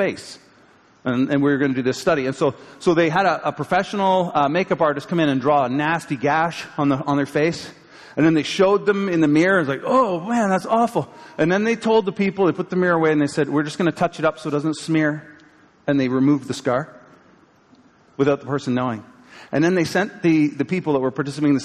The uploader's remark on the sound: live from Pathway Church, Peterborough, CA January 15, 2023